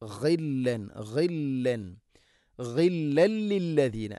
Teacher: ഗൈന് തൊണ്ടയുടെ മുഗൾ ഭാഗം